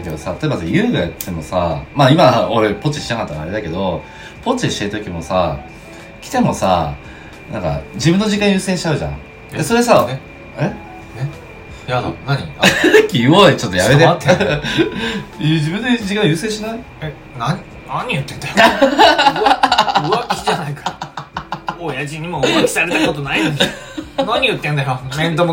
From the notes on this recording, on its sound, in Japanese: オフコラボラジオ。音質悪いです。